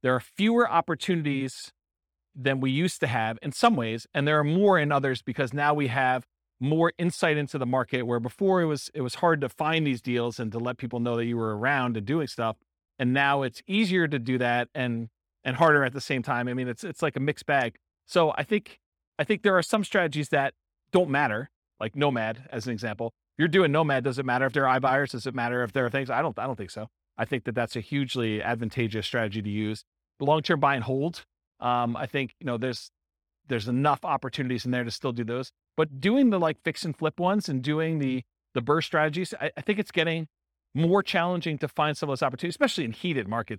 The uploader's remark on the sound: This was a live class recorded